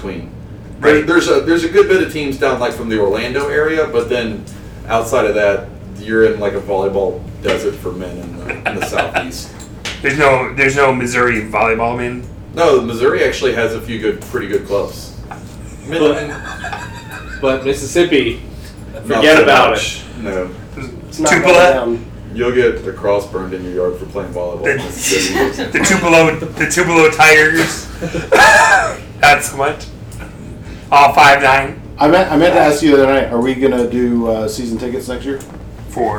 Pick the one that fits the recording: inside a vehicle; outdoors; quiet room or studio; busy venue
busy venue